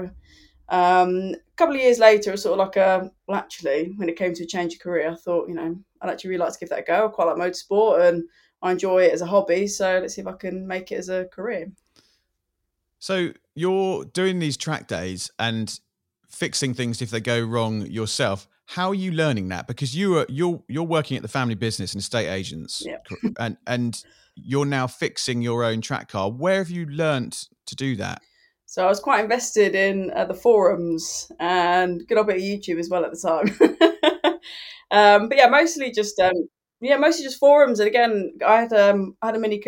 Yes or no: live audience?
no